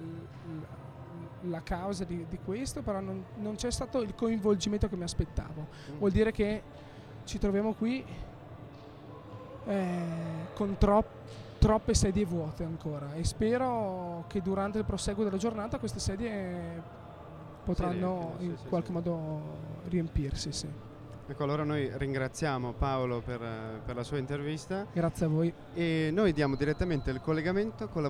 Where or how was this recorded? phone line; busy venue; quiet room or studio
busy venue